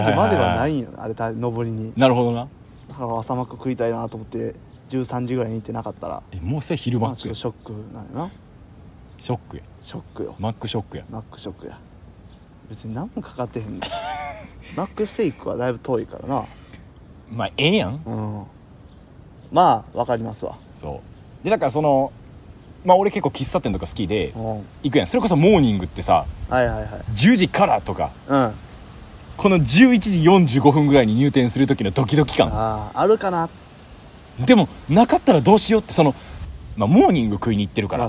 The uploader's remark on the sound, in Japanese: 公園で収録しているので環境音が入っています